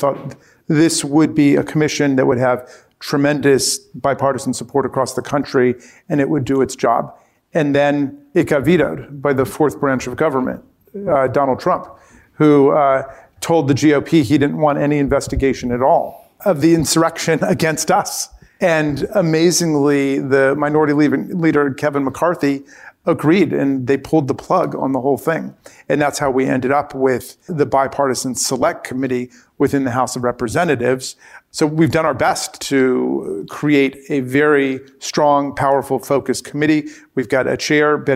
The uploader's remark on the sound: Recorded before a live audience at Georgetown’s Center on Faith and Justice.